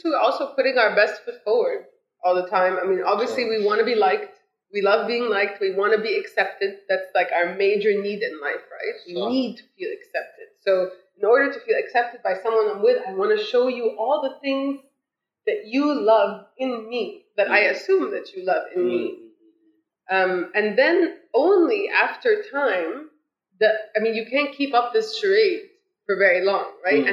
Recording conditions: poor sound quality